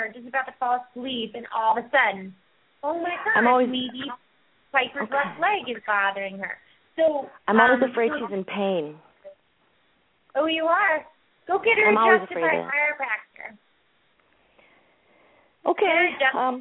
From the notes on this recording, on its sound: open up the lines for listeners to call